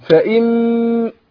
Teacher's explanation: فإما الميم هي مشدده هتاخد غنه حركتين